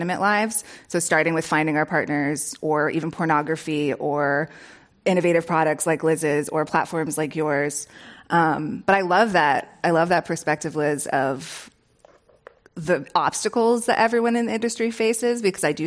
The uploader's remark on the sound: This program was recorded in front of a live audience at The Commonwealth Club of California in San Francisco on August 1st, 2019.